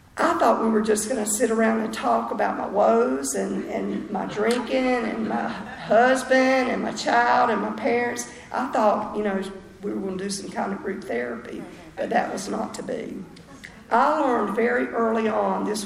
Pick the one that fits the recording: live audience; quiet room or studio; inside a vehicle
live audience